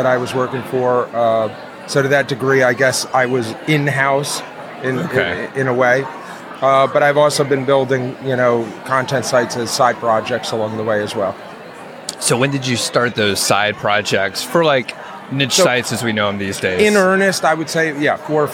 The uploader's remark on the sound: Live at FinCon